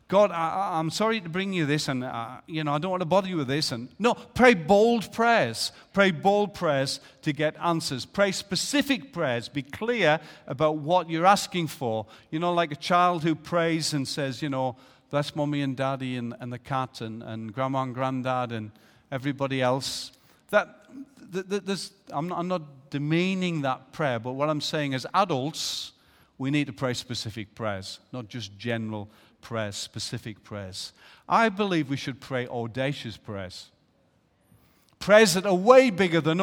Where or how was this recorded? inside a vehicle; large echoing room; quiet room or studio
large echoing room